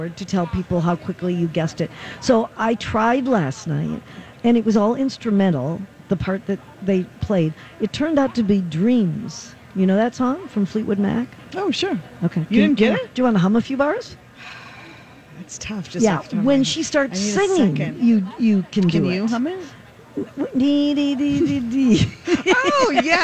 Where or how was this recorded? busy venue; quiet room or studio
busy venue